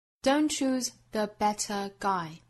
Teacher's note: don't 尾部的 t 略掉